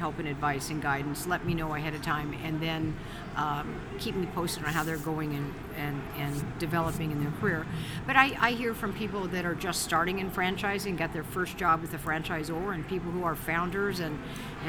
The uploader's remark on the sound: Franchise Leaders at IFA 2024 Part 1. Live at IFA 2024.